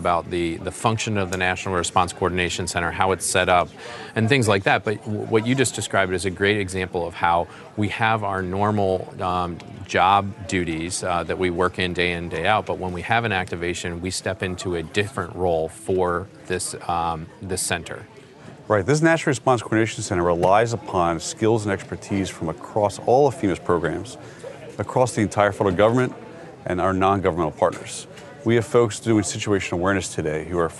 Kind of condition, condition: setting, busy venue